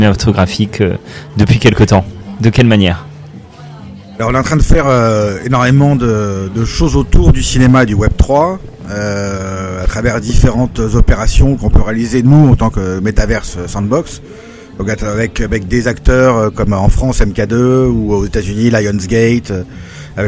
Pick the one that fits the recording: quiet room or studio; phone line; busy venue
busy venue